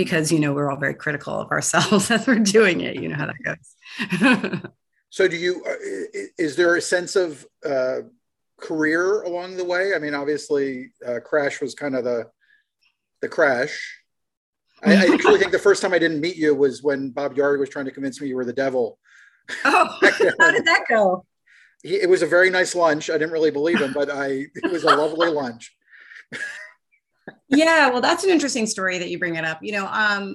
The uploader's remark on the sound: Shot via Zoom.